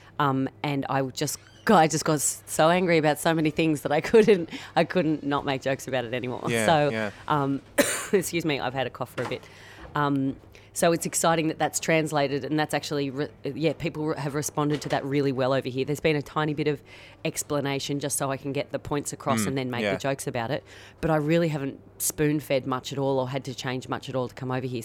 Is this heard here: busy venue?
yes